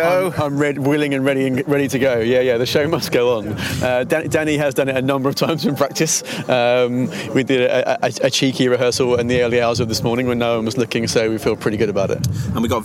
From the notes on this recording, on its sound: live at the London launch of Cortana